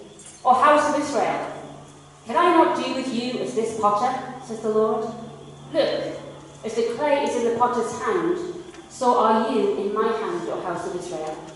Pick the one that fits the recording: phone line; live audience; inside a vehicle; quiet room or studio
live audience